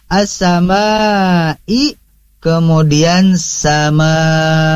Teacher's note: Di sini adalah keduanya secara hukum ilmu tajwid adalah mad wajib muttasil, maka harus dibaca panjang sama 4 sampai 5 harokat. Mad wajib muttasil, dia itu bersambung.